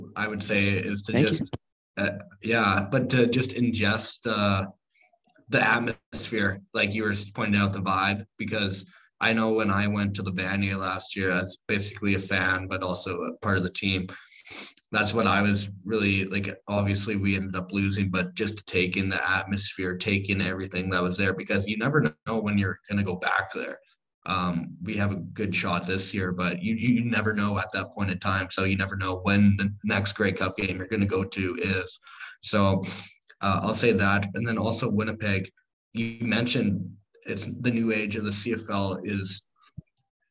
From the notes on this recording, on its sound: Another episode, another zoom call.